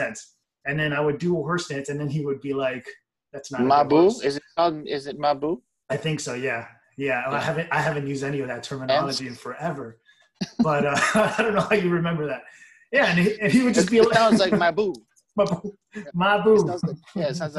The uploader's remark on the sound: via Zoom